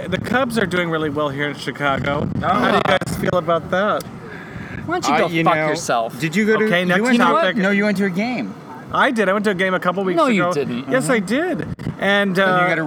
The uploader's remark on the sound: Beautiful night here in Chicago! Apologies for the wind.